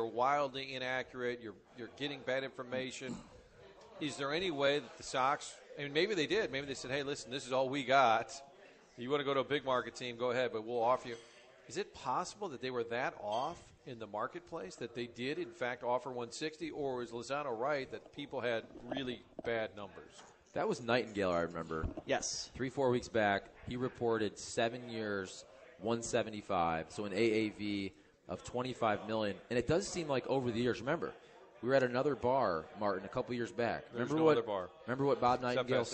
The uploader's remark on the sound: broadcasting live from 1860 in Soulard